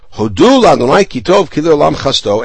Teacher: the word hodu with the accent on the second syllable